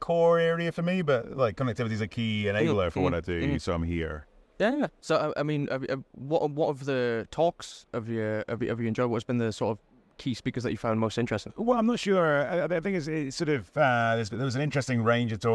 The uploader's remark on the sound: Talk about their time at Connected Britain in London - live from the show floor.